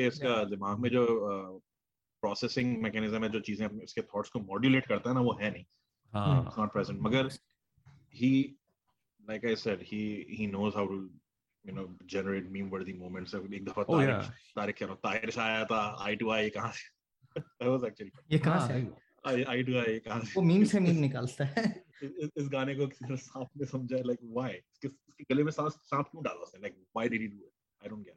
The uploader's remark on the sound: The original trio gets back together on ZOOM to talk about all things and everything!